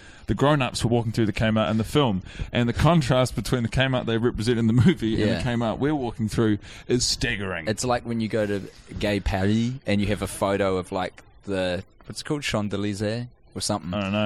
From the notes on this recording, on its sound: The lads have watched the entire film inside of a Kmart and recorded an episode in the terrible, dirty walls of the quintessential department store of yesteryear.